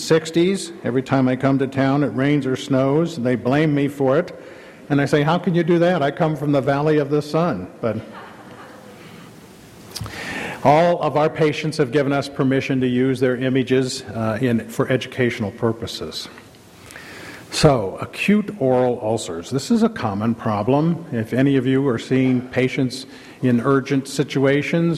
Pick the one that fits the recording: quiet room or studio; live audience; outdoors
live audience